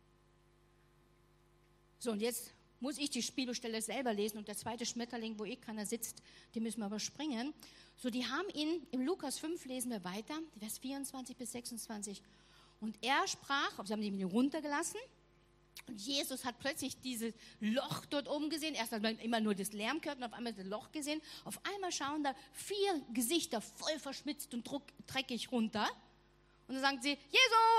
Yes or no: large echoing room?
yes